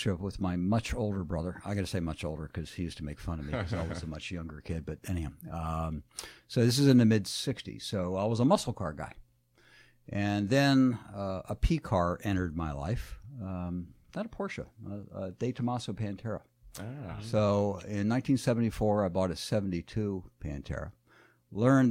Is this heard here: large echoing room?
no